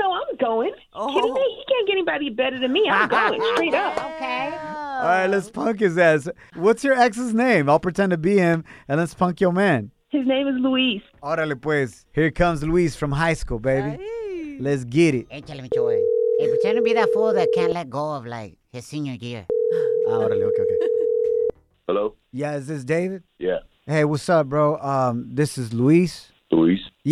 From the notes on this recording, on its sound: In today's show we opened up the phone lines and asked our listeners their WORST airport experiences.